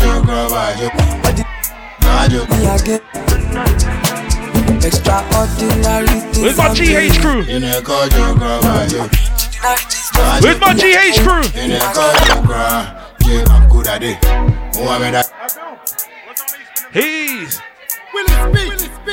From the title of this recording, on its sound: Live Set From Sika Brunch Party